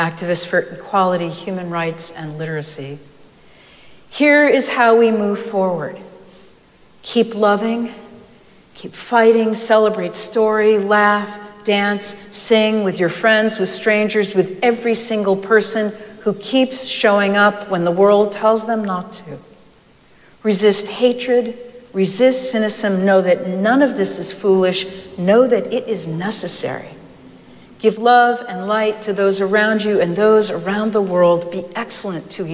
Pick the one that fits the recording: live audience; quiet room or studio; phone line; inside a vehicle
live audience